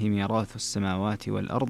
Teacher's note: ميراث أيضا فيها ترقيق الراء لورش